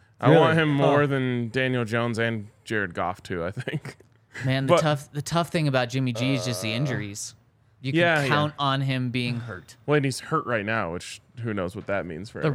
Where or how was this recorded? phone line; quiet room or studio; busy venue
busy venue